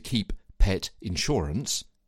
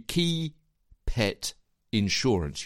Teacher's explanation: You merging those two words together. Keep ends with P. Pet starts with P. And you put those two P's together. · Shown in: second take